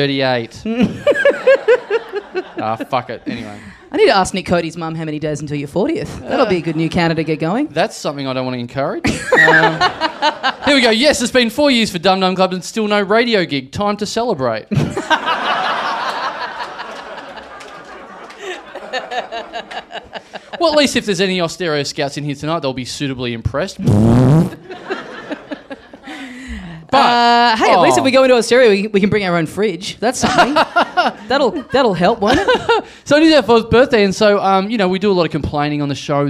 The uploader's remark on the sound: Recorded LIVE at Five Boroughs on December 7, 2014.